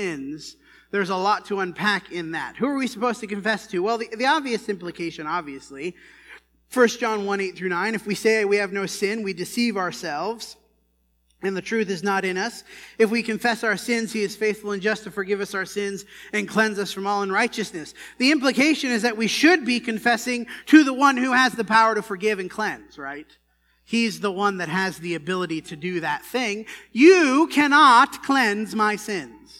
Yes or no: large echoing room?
yes